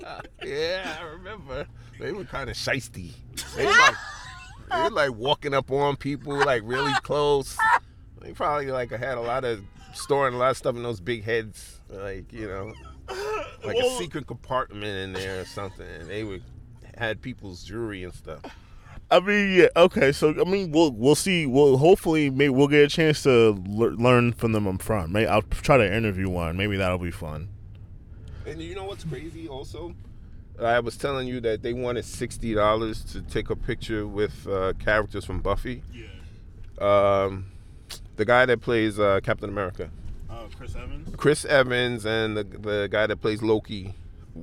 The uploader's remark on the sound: LIVE FROM COMIC CON (KINDA , WE WERE LOOKING FOR PARKING!